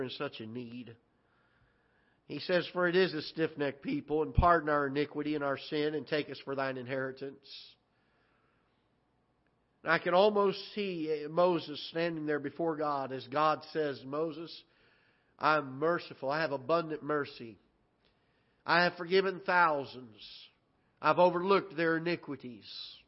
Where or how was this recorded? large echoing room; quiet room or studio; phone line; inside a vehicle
large echoing room